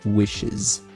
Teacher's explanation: esse Szinho sai com som de Z no alfabeto fonético. Então fica wishes.